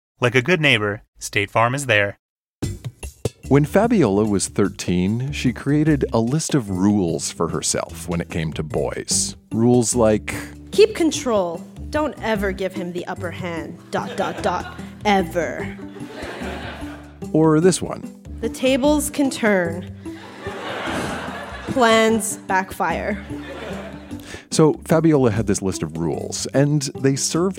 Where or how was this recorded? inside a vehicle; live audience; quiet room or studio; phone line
live audience